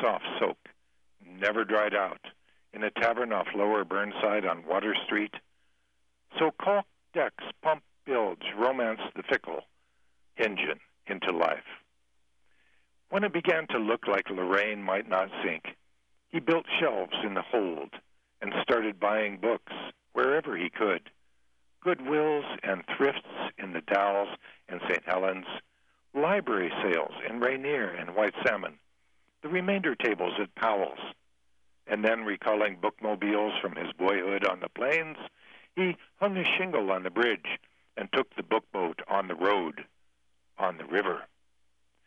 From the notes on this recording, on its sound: a rotary telephone interview